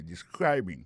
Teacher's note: Accent tombe sou deuxième syllabe la. Ça veut dire mot sa gen trois syllabes describing.